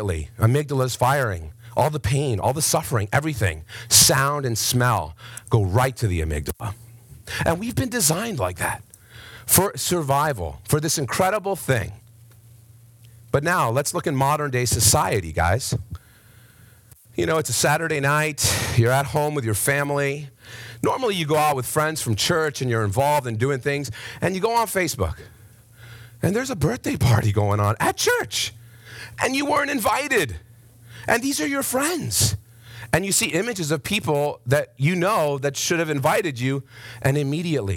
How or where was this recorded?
large echoing room